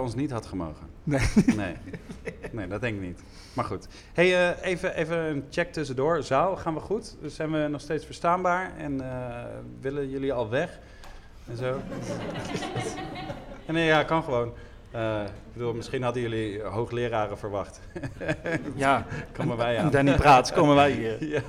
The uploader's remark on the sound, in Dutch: DPOS x Stoicon X Gent . Deel 1 (live vanuit het Geuzenhuis Gent).